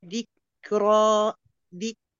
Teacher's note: إتمام الترقيق في الكاف، ذك ونركز على إتمام التفخيم في الراء